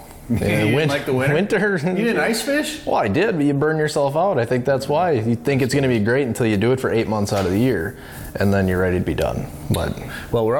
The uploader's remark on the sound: On this week’s show, we’re at the Association of Great Lakes Outdoor Writers annual conference in Bemidji!